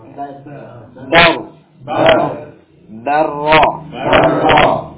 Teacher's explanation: Kita ucapkan ro, ro, ro, ro, ri, ri, ru, ru, dar, dar, dar, dar, bukan bor, tiba, dar, dar, darro, darro. Ya, jadi cukup dengan dua getaran, ya, ketika tasydid, dua getaran, enggak sampai darro.